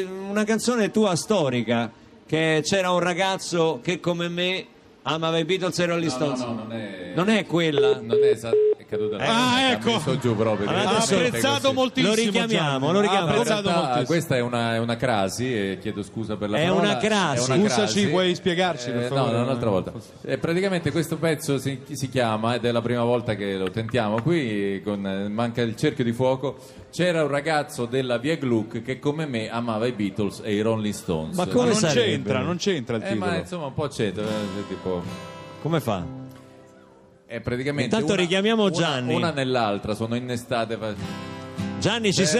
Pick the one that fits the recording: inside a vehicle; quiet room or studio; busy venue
busy venue